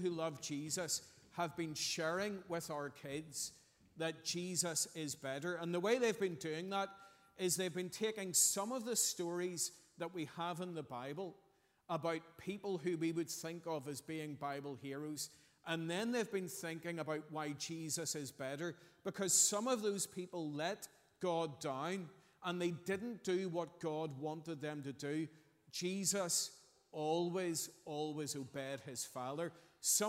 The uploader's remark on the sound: Sunday 27th August 2023 morning service